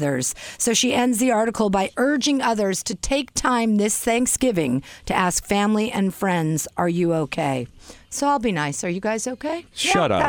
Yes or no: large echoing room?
no